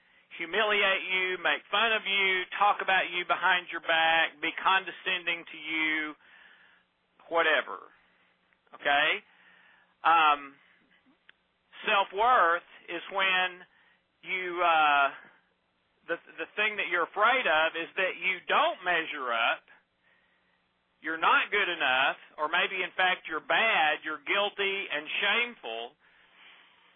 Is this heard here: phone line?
yes